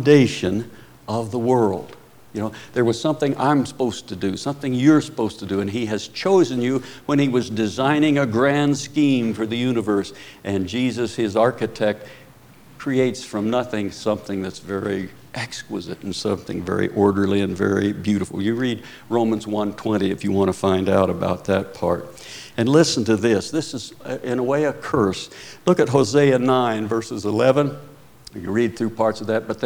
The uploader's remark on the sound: Preached at Paradise Valley Christian Church.